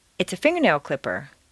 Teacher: Leave the stress on the first word, fingernail clipper.